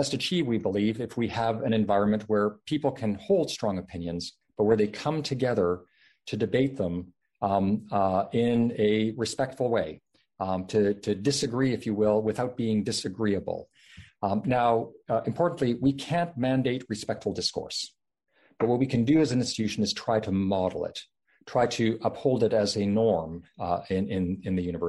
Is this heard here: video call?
yes